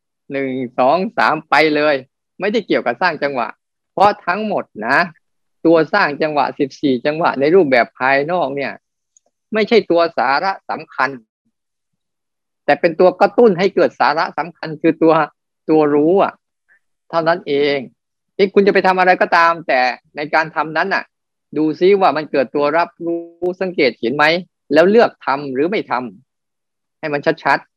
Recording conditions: video call